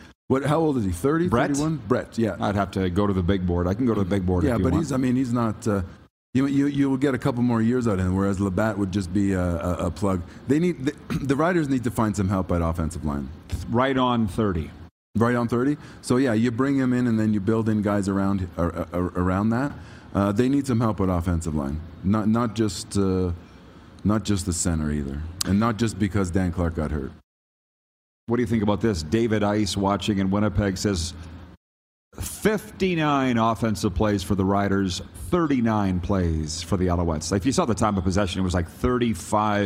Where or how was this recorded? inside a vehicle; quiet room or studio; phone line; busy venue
busy venue